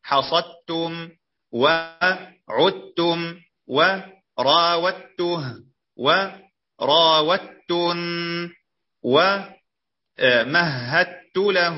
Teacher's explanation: ذكر الدال، وهو حرف مجهور، فإذا التقى بالتاء في كلمة وهو ساكن أدغم من غير عسر